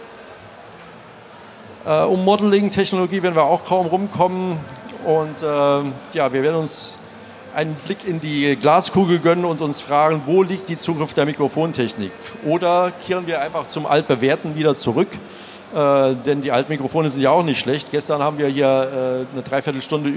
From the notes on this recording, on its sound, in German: Live Diskussionsrunde von der Studioszene 2019. Während der Studioszene 2019 in einer hochkarätigen Runde von Mikrofonspezialisten.